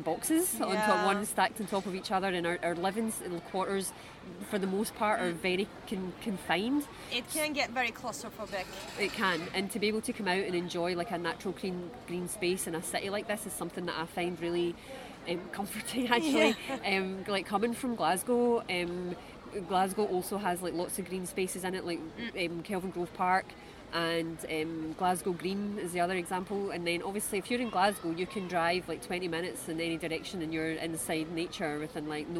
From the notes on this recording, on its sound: We recorded this episode on 24 September 2023, at Jardin du Luxembourg. We recorded this episode on 24 September 2023, at Jardin du Luxembourg.